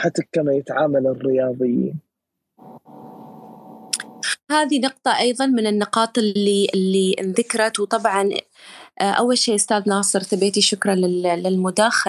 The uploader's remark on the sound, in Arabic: تسجيل لمساحة ابن رشد الأسبوعية على منصة تويتر